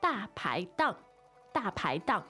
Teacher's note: So that's 4-2-4 on the tones.